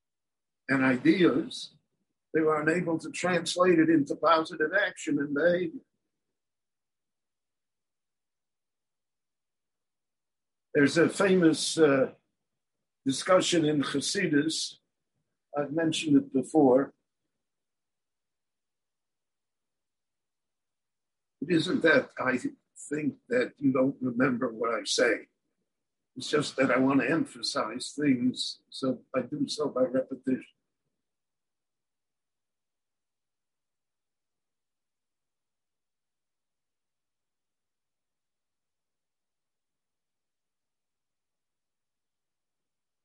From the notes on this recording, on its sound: given LIVE in Jerusalem via Zoom